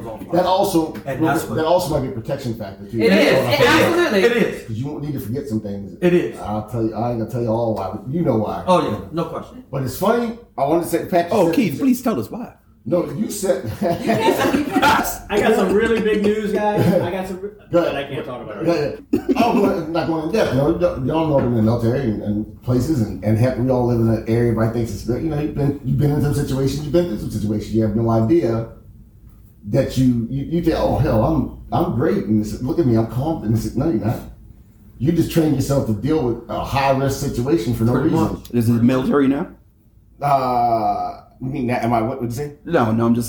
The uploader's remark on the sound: We apologize for the sound quality of the recording as the wrong input on the computer was selected